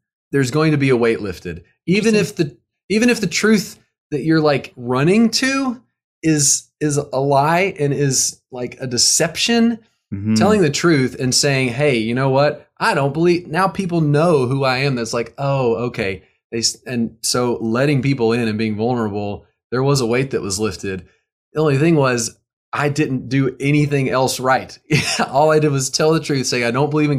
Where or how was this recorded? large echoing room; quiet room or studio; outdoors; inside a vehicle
quiet room or studio